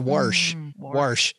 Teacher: instead of wash the dishes, it was always, there was an R in there. It's wash, wash.